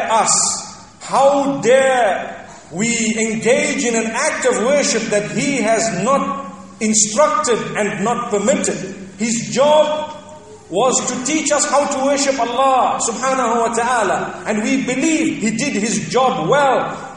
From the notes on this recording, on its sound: Jumuah Lecture from ibn Zaid Masjid at Fanar, Qatar